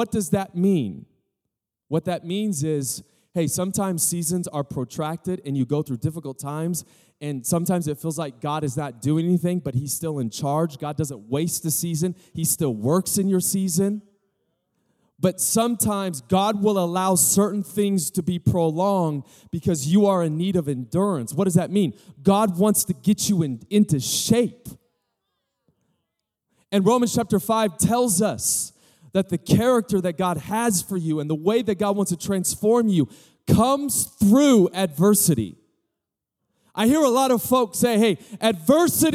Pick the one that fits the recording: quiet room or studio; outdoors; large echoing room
large echoing room